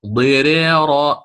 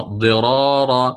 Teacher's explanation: فعند تكرر الراء كانت الراء الأولى مفخمة تبعا للثانية · Shown in: second take · تبعا للثانية من باب التناسب، يعني انظروا إلى الثقل ضيريرا